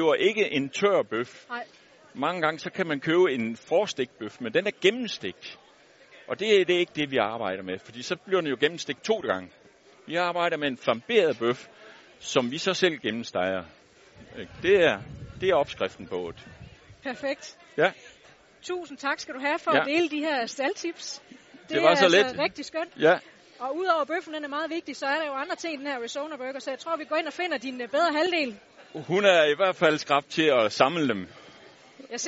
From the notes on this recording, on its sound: Live hjemme fra den legendariske Burger Madsen